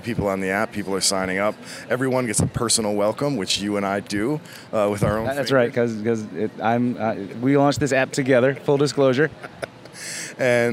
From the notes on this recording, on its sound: reporting from the field at Tales of the Cocktail in New Orleans, the world's premier cocktail festival